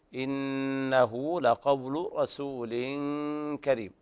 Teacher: هذا إخفاء حقيقي لوقوع الكاف بعد التنوين